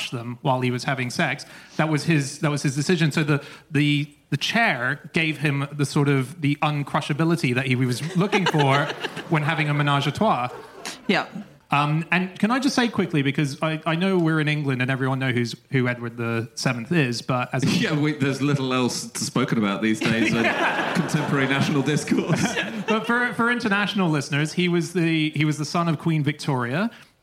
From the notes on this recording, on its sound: Live from Oxford